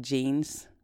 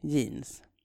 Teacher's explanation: For an English-speaking person, that sounds like we use a Y in the beginning instead of a J · Shown in: second take